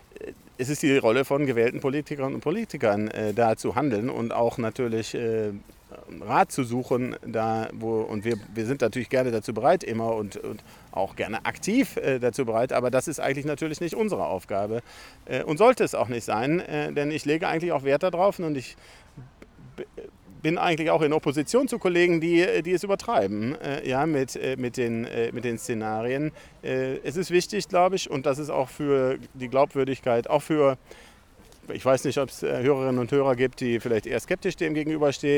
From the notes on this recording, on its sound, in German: Eine Zusatzfolge live vom Klimastreik. Wenn 15.000 Menschen allein in Leipzig auf die Straße gehen, um ihr Recht auf eine lebenswerte Zukunft einzufordern, mischen wir uns mitten drunter und sprechen mit Menschen.